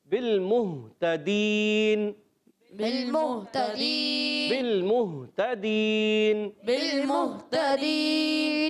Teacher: हा को क्लियर करना है हलक के नीचे वाले हिस्से से